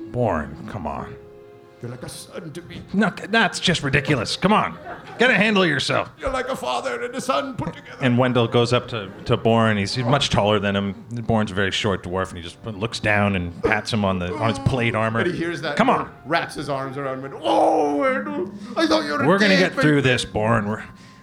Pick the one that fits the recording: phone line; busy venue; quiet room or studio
busy venue